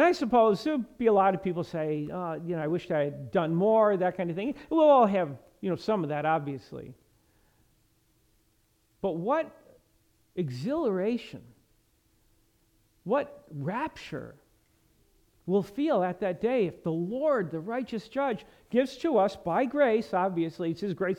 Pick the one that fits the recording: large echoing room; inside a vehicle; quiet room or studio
large echoing room